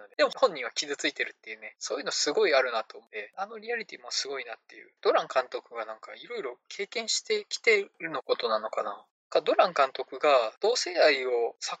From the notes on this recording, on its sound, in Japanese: 音質が悪すぎたため、可能な限りで音質改善しました。(でも全然音悪いです。)